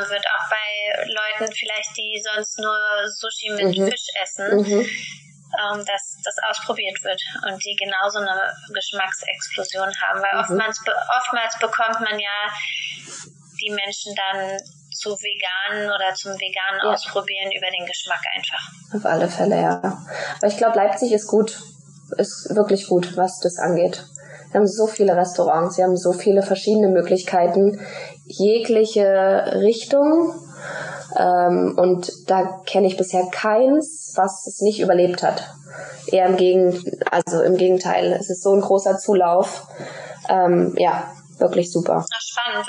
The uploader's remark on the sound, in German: Bitte entschuldige die Tonqualität in dieser Folge! Leider hat mich mein Mikrofon in dem Interview verlassen.